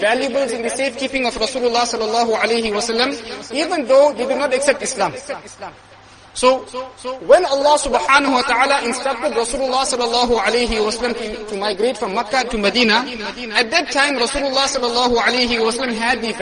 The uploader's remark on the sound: Jumuah lecture